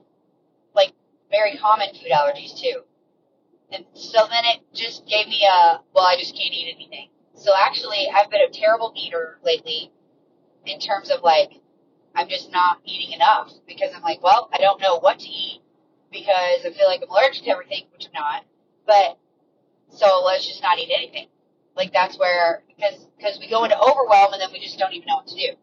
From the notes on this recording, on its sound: Ignore the car sounds (this won't be a regular thing).